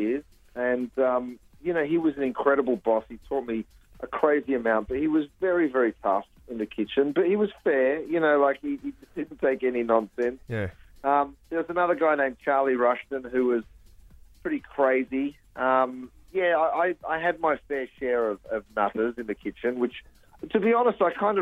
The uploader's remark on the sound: Called in from the states to chat with us!